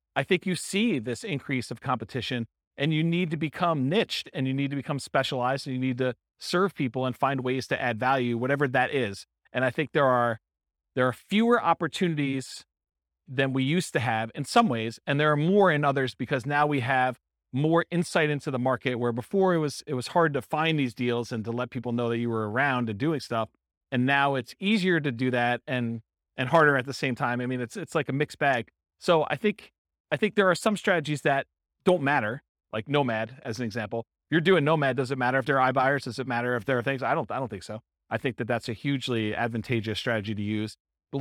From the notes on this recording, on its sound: This was a live class recorded. St Paul, Minnesota.